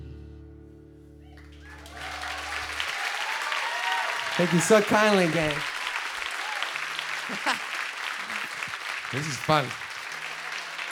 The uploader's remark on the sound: Full Set Live at Nashville Sunday Night